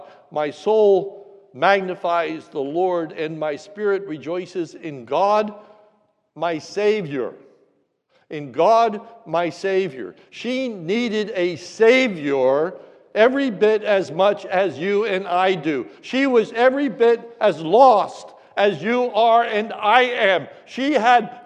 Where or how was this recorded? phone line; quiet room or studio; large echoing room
large echoing room